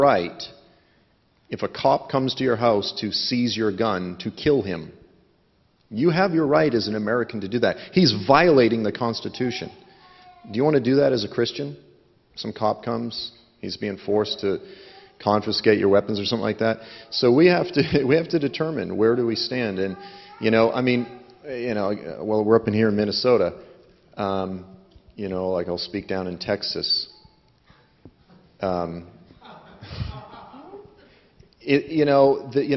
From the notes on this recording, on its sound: During the One Hope One Boast Conference we gave time for question and answering and this is the second round of questions.